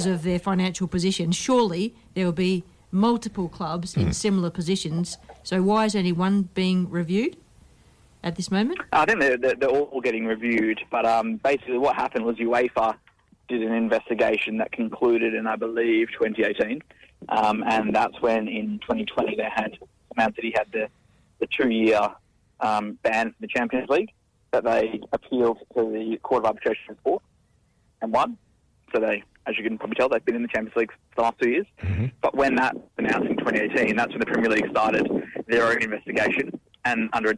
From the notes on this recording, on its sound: Special guests live by phone